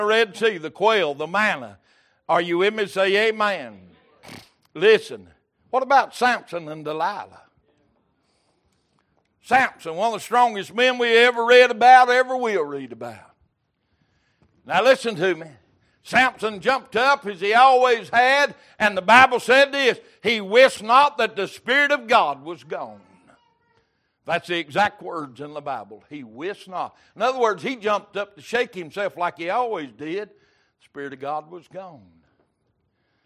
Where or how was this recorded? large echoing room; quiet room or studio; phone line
large echoing room